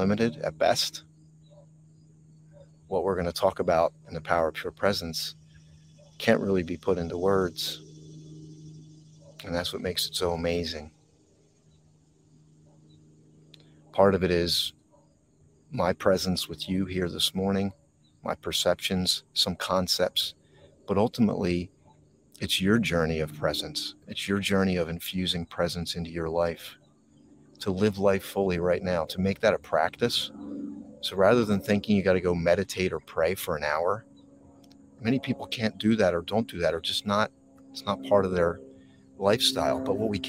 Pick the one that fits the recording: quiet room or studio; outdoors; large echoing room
outdoors